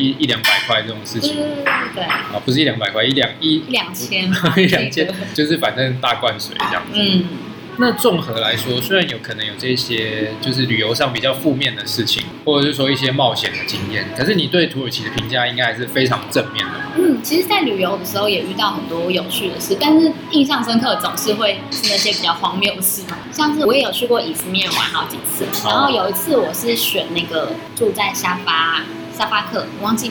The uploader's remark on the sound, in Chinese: 本集白噪音指數：柔風級 3/5。錄音地點： 三亞米 Sunyummy，土語系學妹開的店。